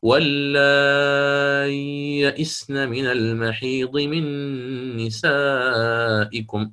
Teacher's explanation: وهو من قبيل إدغام المتماثلين، وهو إدغام صغير، ولا نأتي فيه بالغنة، يعني حتى هذه مسألة بغير غنة زائدة، يعني تمام، يعني مسألة مع سكتة لطيفة هذه توضح، يوضح بها أهل الأداء، يقولون الإظهار مع سكتة لطيفة حتى لا تختلسها مثل ما ذكرت من قبل، ويعني ما تعطيها حقها.